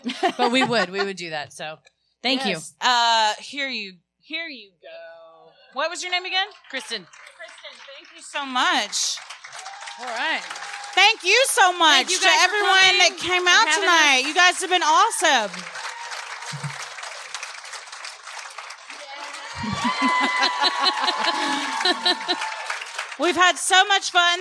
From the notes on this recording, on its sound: Recorded Live at The Improv, Addison.